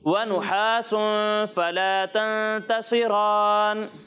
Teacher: صاد کو بھی موٹا پڑھنا ہے اور را کو بھی موٹا پڑھنا ہے